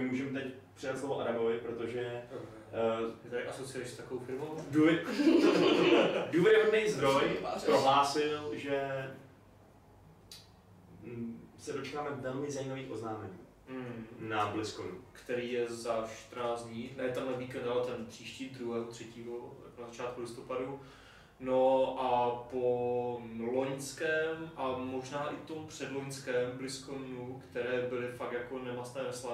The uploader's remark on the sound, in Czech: Omlouváme se za sníženou kvalitu zvuku